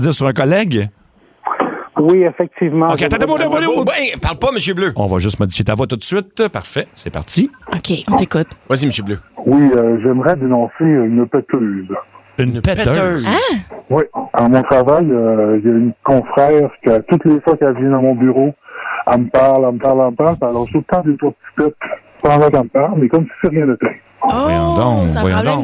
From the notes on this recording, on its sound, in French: on fait appel aux meilleurs délateurs au téléphone